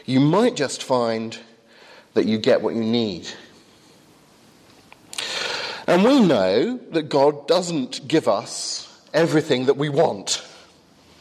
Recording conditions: large echoing room